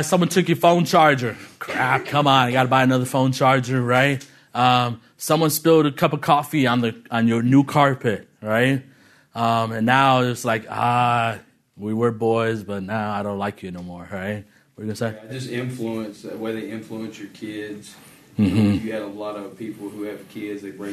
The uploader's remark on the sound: This episode is from Legacy Disciple, recorded at the National Disciple Making Forum.